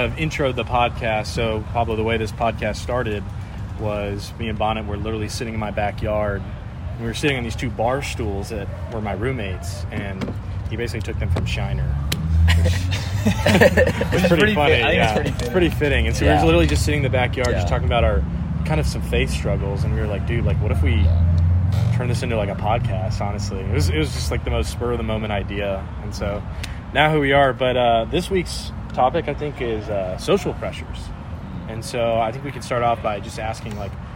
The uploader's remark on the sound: Apologies for some of the background noise.